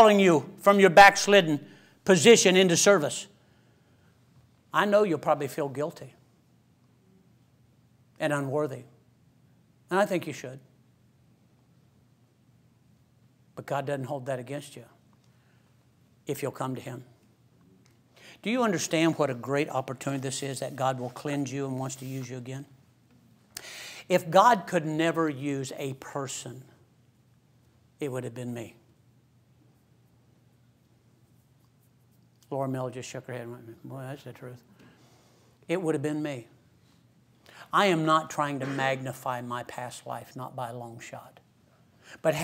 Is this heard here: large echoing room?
yes